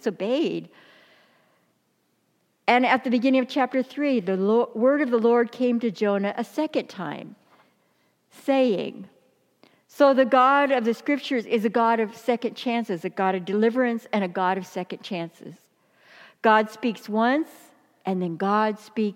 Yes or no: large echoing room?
yes